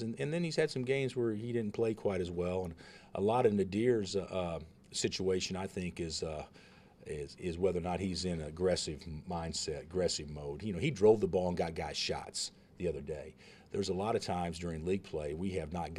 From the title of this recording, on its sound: Press Conferences & Post-Game Interviews